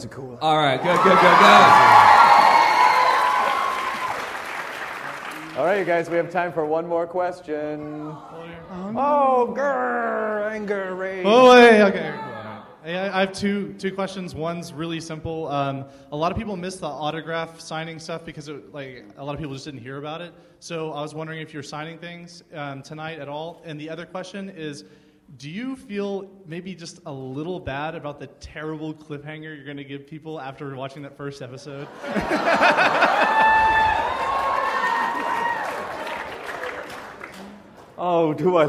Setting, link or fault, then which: setting, live audience